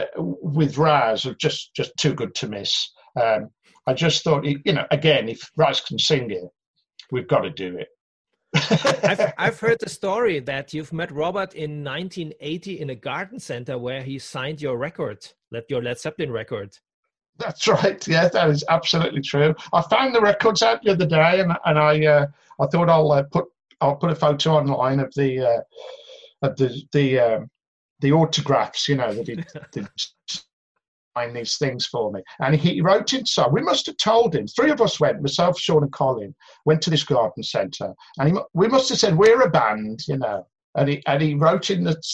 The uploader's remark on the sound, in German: in einem Zoom-Call